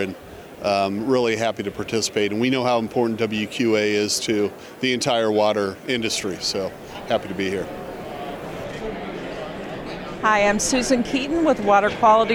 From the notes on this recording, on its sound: In this episode, we feature a series of interviews from the Convention floor at the 2023 WQA Convention & Exposition in Las Vegas. We call it Convention Voices, because we hear from a variety of attendees.